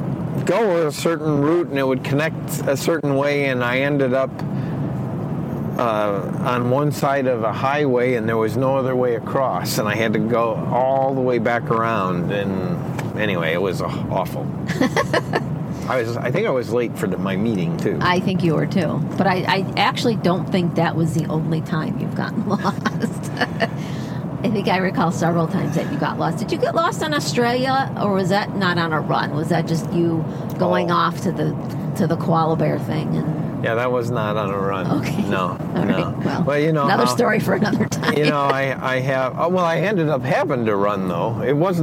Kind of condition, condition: setting, inside a vehicle